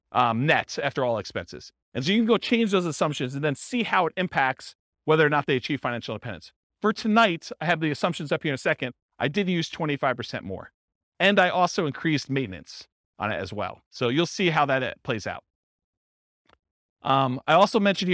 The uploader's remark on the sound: This was a live class recorded